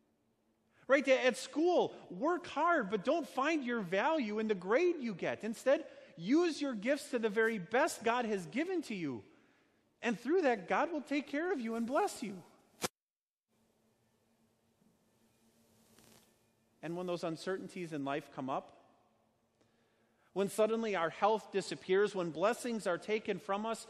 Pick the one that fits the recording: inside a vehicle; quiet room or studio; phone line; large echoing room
large echoing room